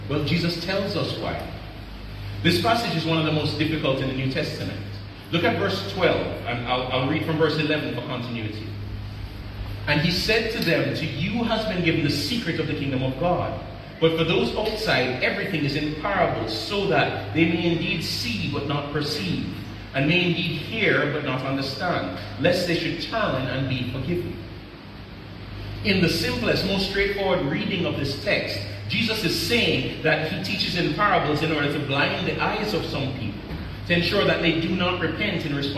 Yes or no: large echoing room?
yes